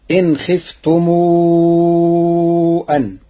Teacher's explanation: قرأ ورش كلمتي إن خفتم أن بصلة ميم الجمع بضمها ثم يمدها مدا مشبعا فتصير هكذا إن خفتم أن.